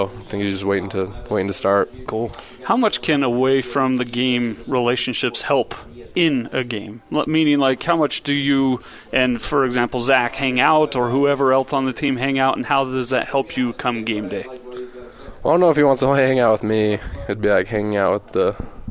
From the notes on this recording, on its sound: live from BYU Football Media Day